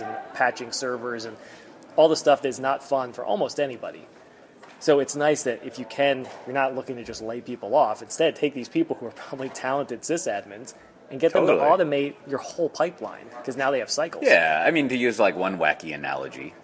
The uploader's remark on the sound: Live to Tape from DellEMCWorld